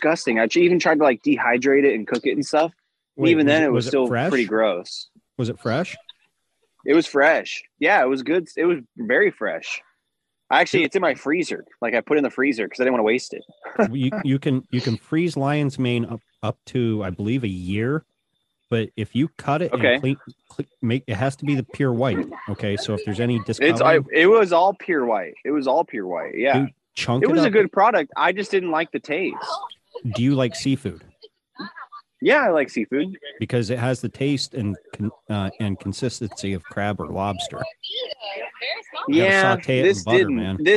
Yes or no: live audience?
no